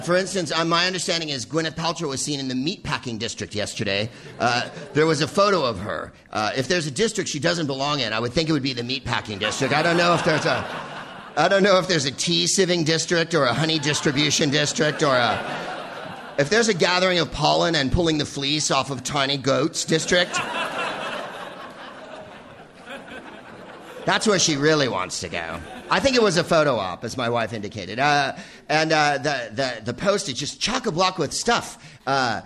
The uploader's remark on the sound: Live from the Bell House in Brooklyn, NY